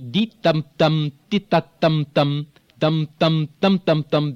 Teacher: In the Farsi, there is very little change in pitch. · Term: relative monotone